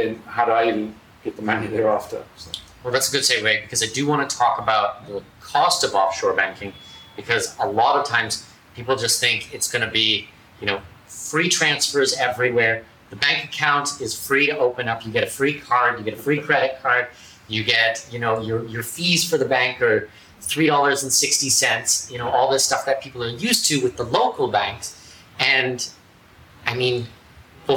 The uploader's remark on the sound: This is a first for us and we’re learning the ropes for audio and video. Came to my office here in downtown Panama and we recorded live video and then made an audio recording for our podcast. You will notice the sound is a little different.